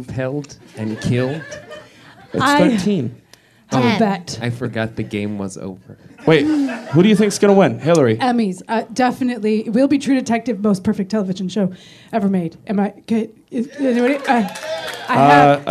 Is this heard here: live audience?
yes